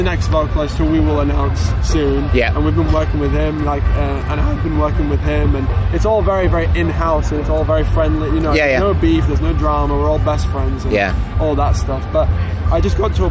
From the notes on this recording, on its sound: at this weekends Slam Dunk Festival North 2021